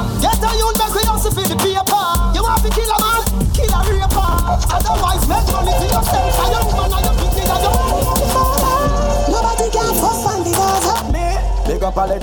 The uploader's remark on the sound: CARIBBEAN VIBES BOAT RIDE LIVE AUDIO